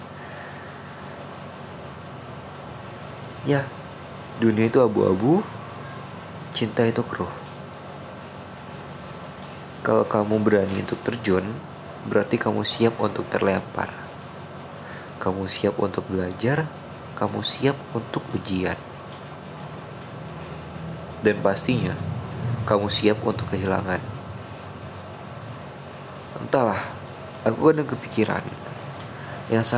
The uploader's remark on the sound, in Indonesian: maaf kalo episode kali ini terlalu bising dengan kendaraan